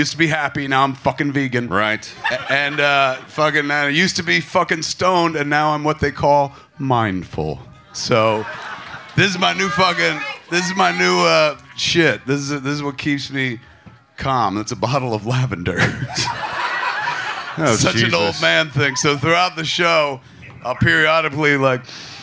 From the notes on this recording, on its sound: perform live at Flappers Comedy Club in Burbank, CA on April 15, 2023